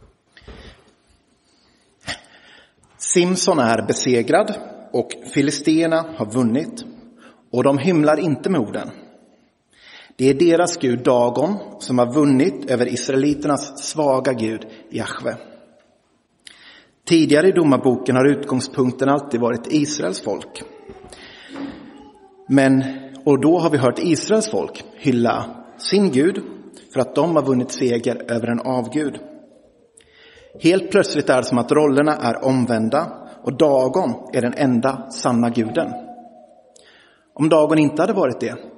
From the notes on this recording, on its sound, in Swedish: Inspelad i Roseniuskyrkan den 29 januari 2023.